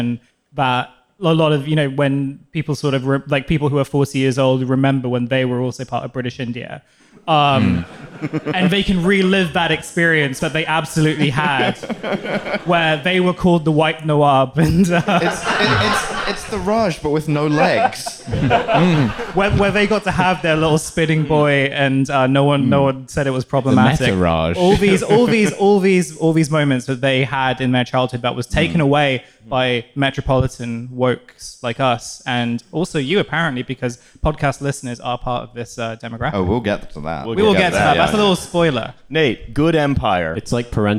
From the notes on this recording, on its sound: TF Live in Manchester. We continued our Regional Authenticity Tour and stopped in the famous city of Manchester.